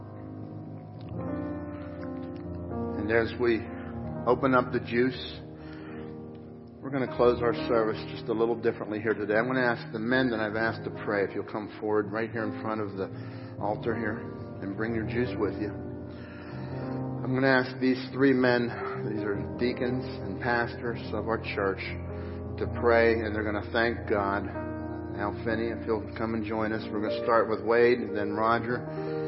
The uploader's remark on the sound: Crossroad Ministries Live Service.